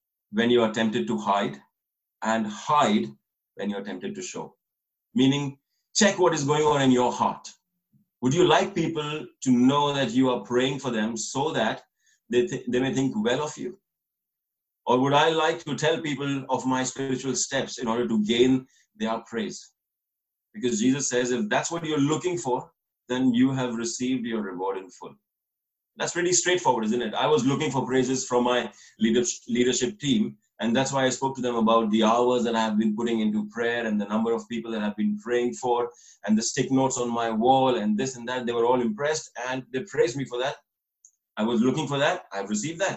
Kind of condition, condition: link, video call